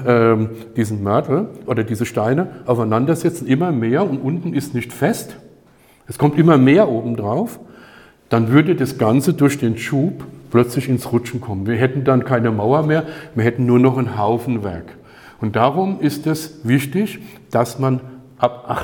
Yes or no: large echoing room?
yes